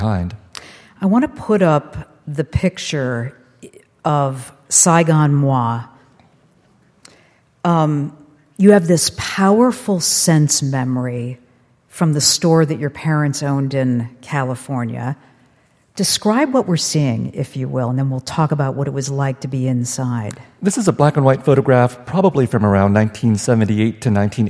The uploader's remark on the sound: on stage at the Fitzgerald Theater for the third conversation in the 2023 Talking Volumes season